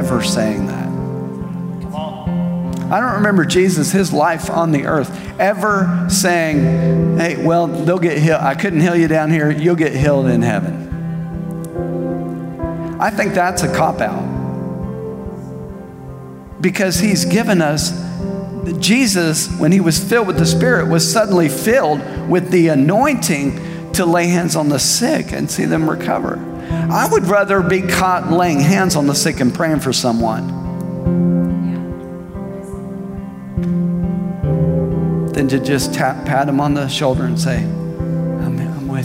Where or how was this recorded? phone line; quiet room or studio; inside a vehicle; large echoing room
large echoing room